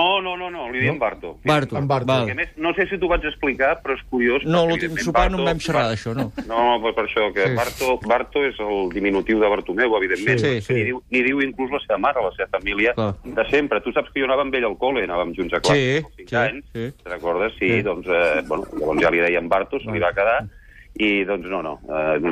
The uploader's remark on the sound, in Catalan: ha trucat en directe